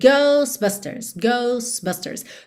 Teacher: a gente não está pronunciando o T do meio